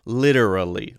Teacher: Notice that I am not stopping my voice, whereas when I say lit, that is a stopped voice · Term: light D sound